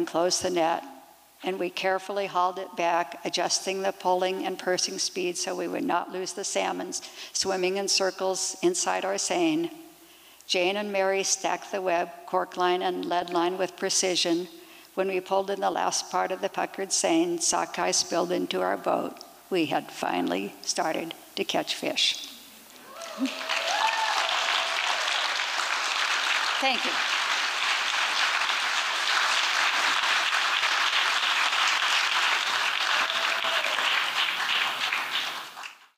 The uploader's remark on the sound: Liberty Theatre-Saturday Night-Second Set. These performances were recorded at the Liberty Theatre on Saturday, February 25th, 2023.